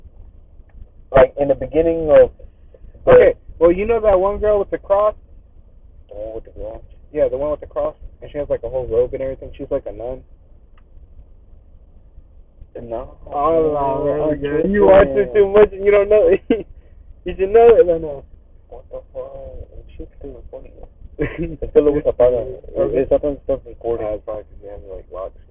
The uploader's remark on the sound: The audio is fucked up